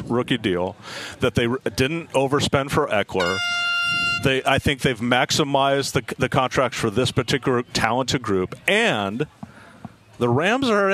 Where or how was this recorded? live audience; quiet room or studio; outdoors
outdoors